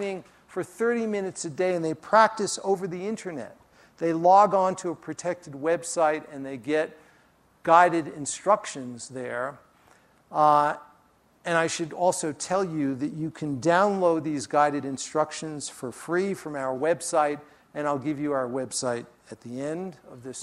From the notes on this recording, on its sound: During his talk at the Festival.